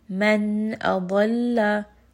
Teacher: So just simply have a stop on the noon and then move on to the next letter. · Term: idhar